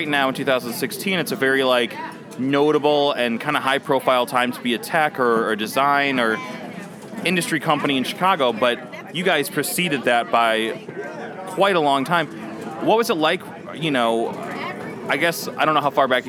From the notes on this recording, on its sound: Recorded at SXSW 2016 on Monday, March 14th